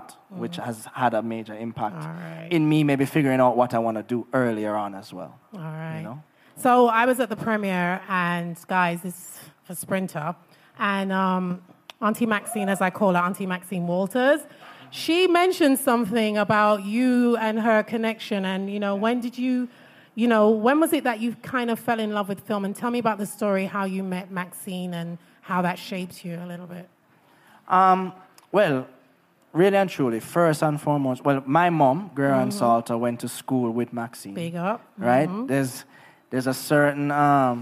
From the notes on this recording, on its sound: LIVE! With An Audience. Event with an audience recorded at the Regency Bar & Lounge in Kingston, Jamaica.